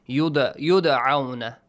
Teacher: Bounce the sound of dal because it is sakin. · Term: قلقلة